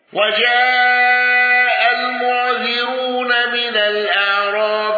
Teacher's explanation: يعقوب بالتخفيف ويلزم منه إسكان العين